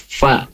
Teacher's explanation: huruf fa itu yaitu makhrajnya itu bibir bagian bawah bertemu dengan gigi sadi bagian atas, fa ya.